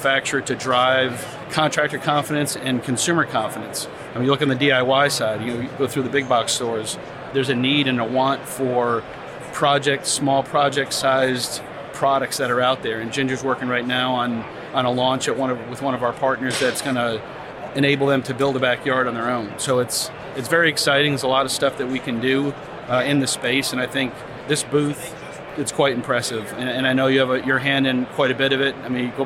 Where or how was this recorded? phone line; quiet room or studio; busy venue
busy venue